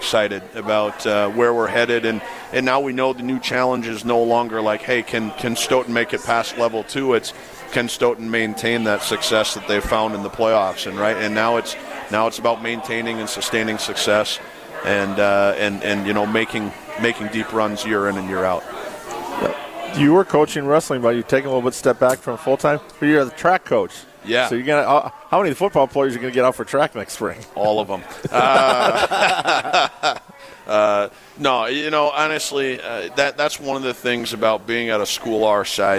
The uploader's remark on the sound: broadcast live from Pasquals in Verona